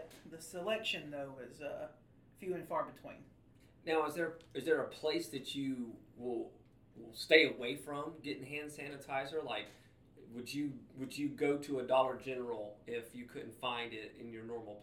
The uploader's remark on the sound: STILL battling audio issues